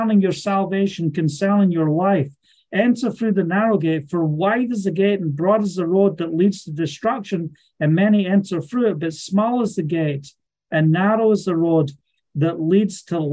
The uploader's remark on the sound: Live Zoom Call Message. From Scotland.